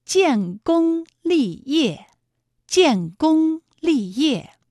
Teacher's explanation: 建功二字呢，一个是有前鼻韵母烟，一个是有后鼻韵母翁 · Term: 前后鼻音